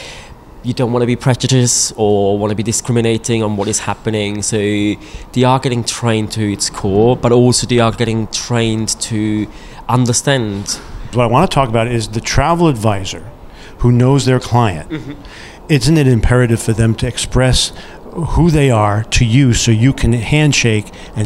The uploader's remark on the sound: at the recent PROUD Experiences conference